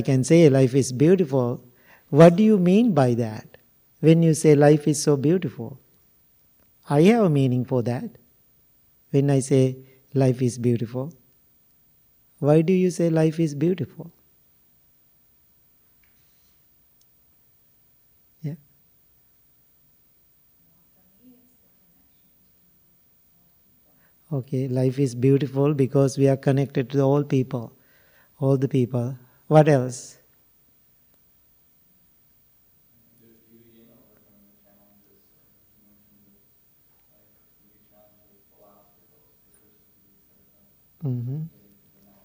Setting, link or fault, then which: setting, large echoing room